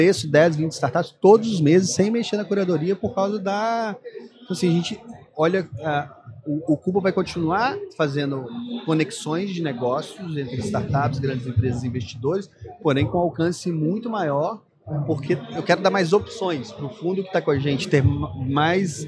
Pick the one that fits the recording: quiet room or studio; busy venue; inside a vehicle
busy venue